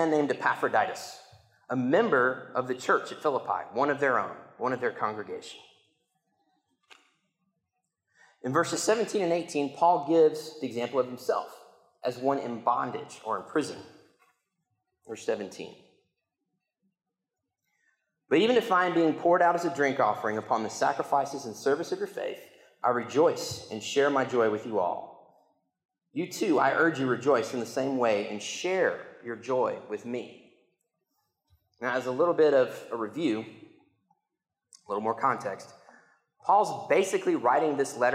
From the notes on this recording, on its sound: I got to preach the sermon in church this week, had the recording